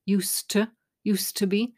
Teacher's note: drop the D because the D and T come together. Weak sound for the T